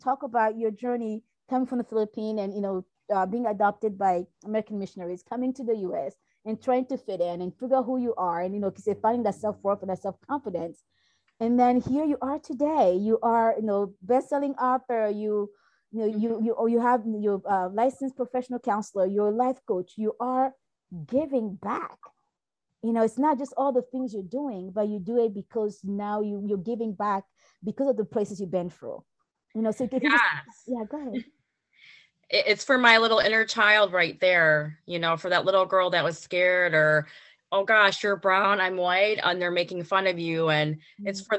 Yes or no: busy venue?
no